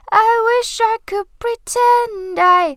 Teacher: 我们只发 pretend， d 不发，因为 d 和后面的 i 连读成 die